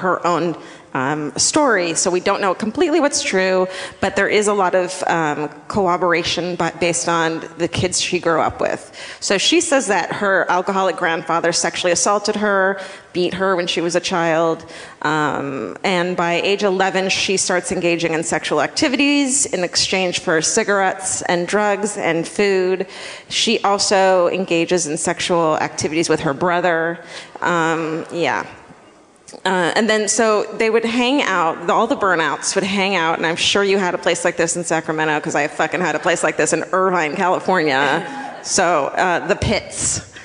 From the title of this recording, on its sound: Live at the Hard Rock in Orlando